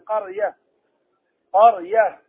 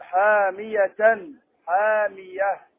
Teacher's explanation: يوقف على التاء المربوطة بالهاء. قرية، إذا وقفت عليها تقول قرية، قرية، هكذا تقف عليها.